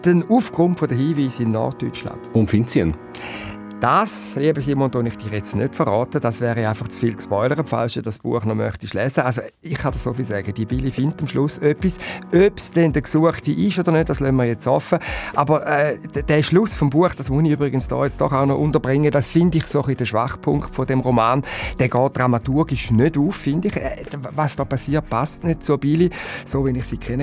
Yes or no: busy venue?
no